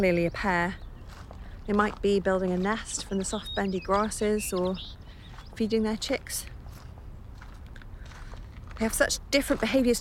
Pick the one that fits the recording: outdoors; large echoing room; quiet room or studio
outdoors